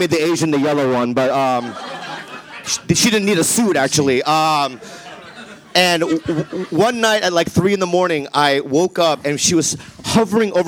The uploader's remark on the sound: Live podcast from the Belly Room of the Comedy Store in Hollywood.